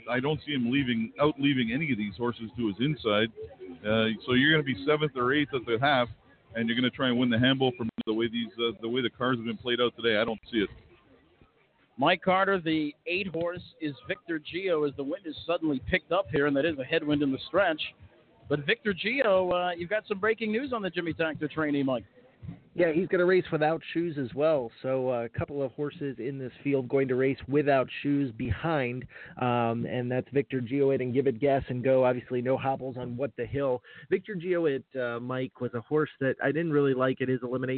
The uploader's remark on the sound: live coverage of the 2017 Hambletonian from The Meadowlands Racetrack in East Rutherford, NJ